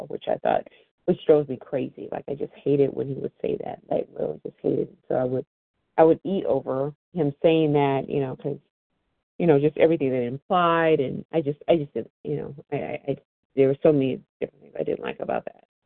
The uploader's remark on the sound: 100 Pounders Phone Meeting